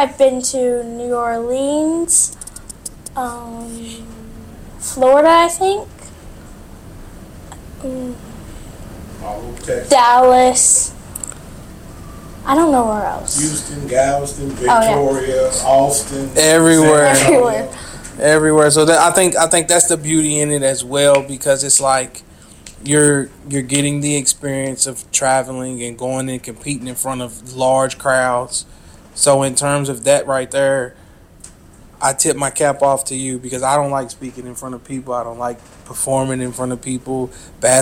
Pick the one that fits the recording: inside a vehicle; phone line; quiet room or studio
inside a vehicle